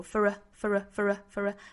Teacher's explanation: for 需要做弱读成 f，再和后面的做连读